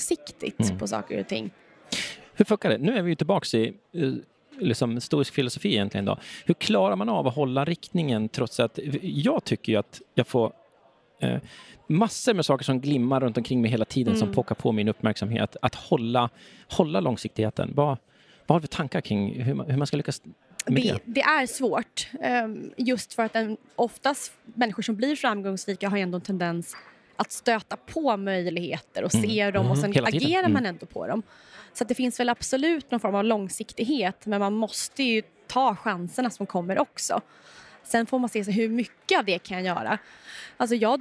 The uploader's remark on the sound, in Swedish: Avsnittet är en livepodd från Techarenan Summit 2023